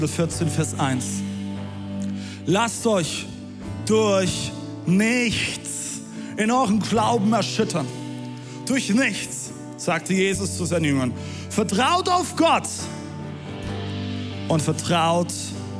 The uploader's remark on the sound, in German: Audiomitschnitt der Predigt